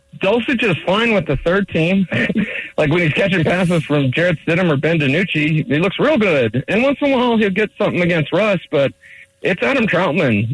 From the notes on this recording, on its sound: calls in live from practice